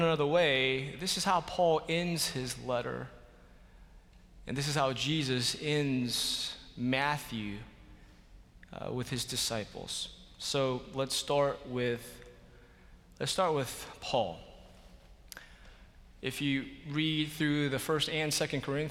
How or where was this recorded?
large echoing room